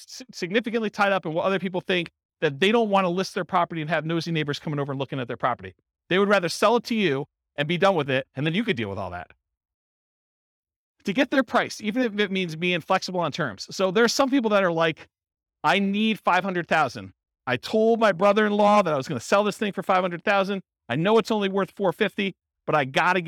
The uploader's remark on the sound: This was a live class recorded